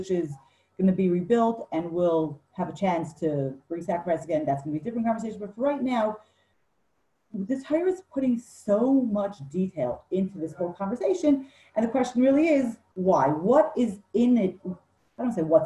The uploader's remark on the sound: Zoom Class 4/2/20